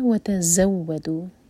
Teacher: ز پر buzzing sound اور واو شدہ پر زور